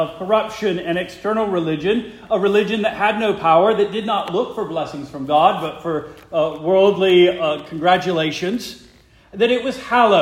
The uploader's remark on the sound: Preached the morning of June 25, 2023, to the Heidelberg Presbyterian Church in Heidelberg, Mississippi.